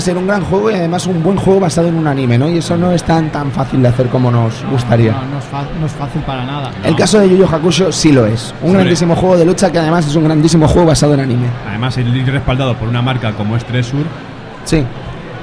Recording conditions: busy venue